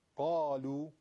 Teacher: الف قاف هم به خاطر خود قاف تبعیت میکنه، الف هم تفخیم میشه